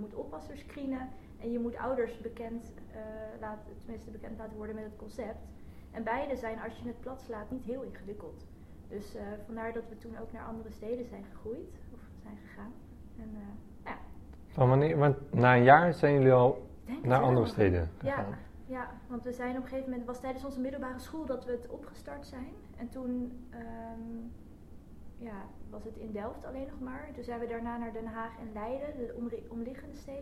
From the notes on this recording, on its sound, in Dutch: Excuses voor de mindere audio kwaliteit. 1 microfoon bleek veel ruis te bevatten.